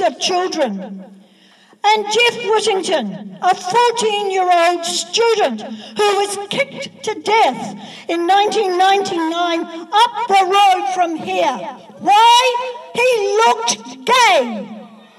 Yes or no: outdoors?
yes